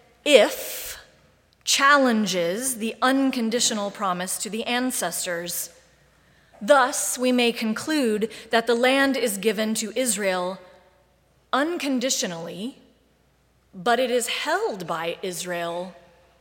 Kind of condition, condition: setting, large echoing room